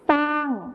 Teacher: ในภาษาไทยมาตรฐานเราก็จะใช้คำว่าช้างที่ใช้ชอช้างนั่นเองนะครับส่วนในภาษาถิ่นอีสานจะใช้เป็นซอโซ่นั่นเองครับ